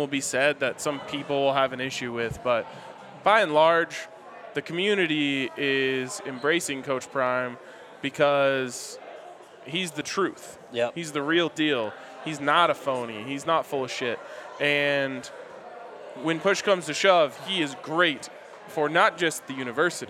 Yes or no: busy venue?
yes